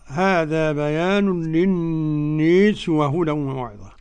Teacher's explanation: قرأ دوري عن أبي عمرو بإمالة الناس المجرورة